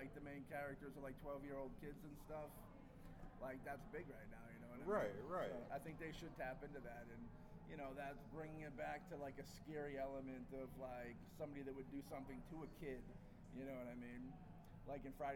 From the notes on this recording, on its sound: Live From Grossfest.